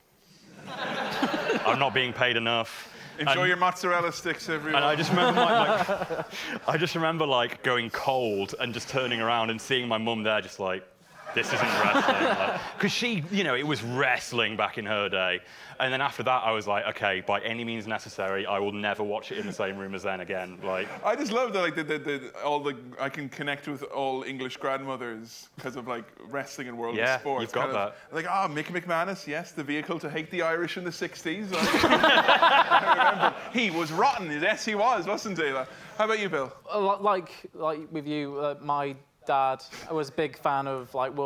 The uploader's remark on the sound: As part of the London Podcast Festival. Took to the stage in Kings Place Theatre. Featuring a Q&A with fans!